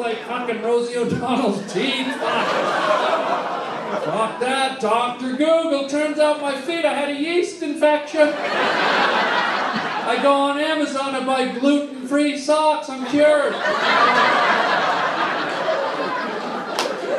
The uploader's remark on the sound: LIVE stand up at The COMEDY STORE